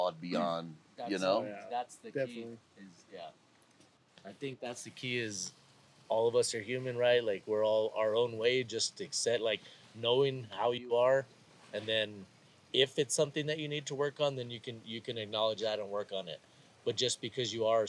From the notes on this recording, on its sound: Live from Mountain Archery Fest in the Bow Hitch booth